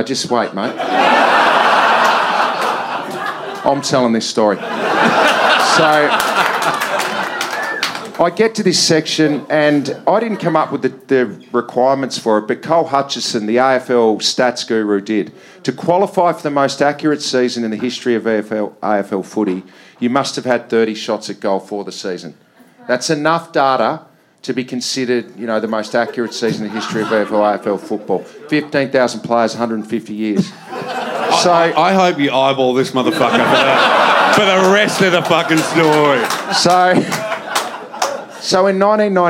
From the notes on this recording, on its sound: September Live Show. From Wayne Jackson Studios.